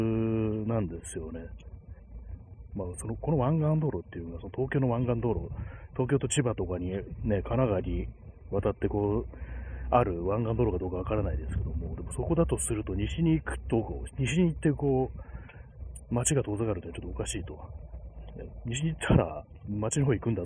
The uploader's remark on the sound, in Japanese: 歩きながら